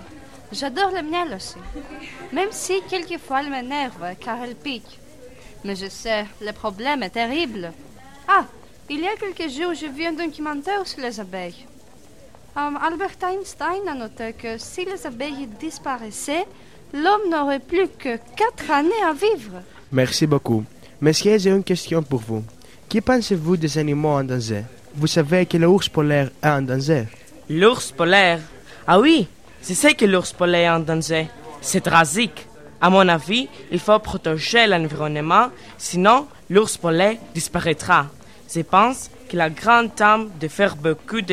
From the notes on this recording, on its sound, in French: Cet épisode a été enregistré en public le 21 janvier 2017 à l'Institut français de Grèce.